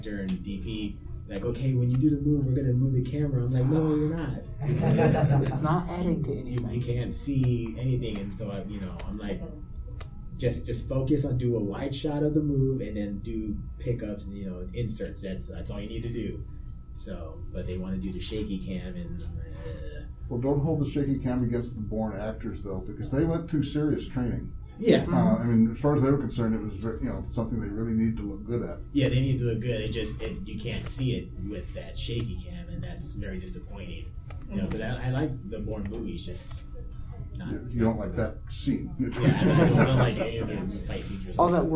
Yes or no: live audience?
yes